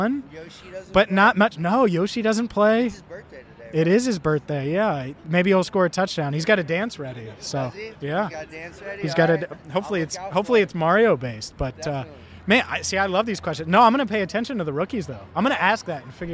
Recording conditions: busy venue